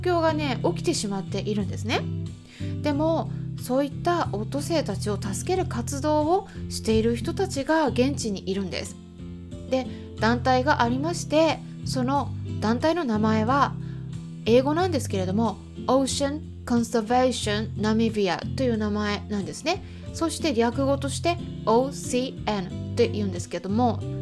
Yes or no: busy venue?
no